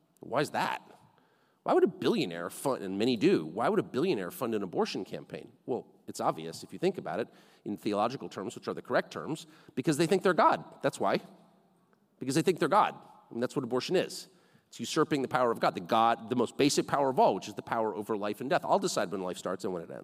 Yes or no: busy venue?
yes